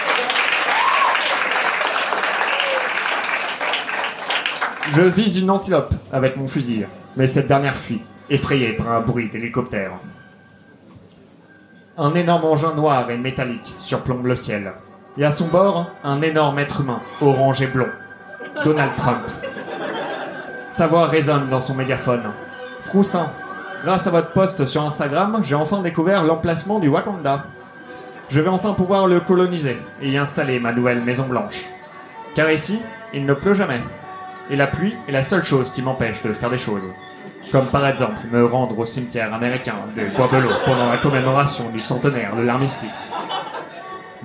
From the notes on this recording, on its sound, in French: Enregistré en live et en public au One More Joke le 15/11/2018.